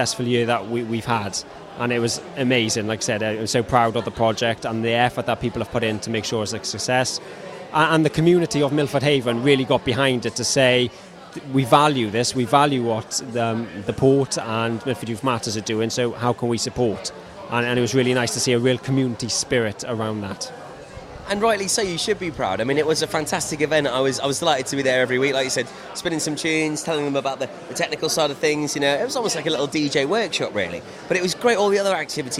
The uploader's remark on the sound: Live at Pembs College Freshers Fair